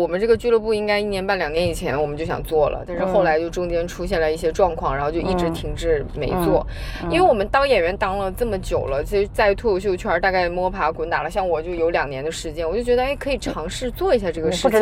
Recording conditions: inside a vehicle